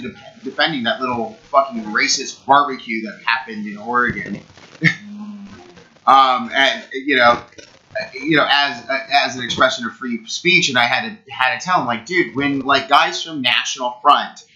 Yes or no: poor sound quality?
yes